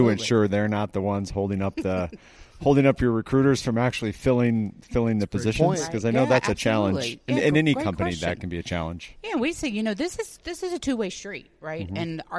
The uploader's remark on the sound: sat down with us at the ASHHRA (American Society for Healthcare Human Resources Administration) 2022 Annual Conference in Phoenix, Arizona.